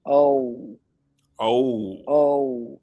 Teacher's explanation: Okay, so a diphthong is when a letter has two sounds to it. Like, so in the American O, it's the O and the U together.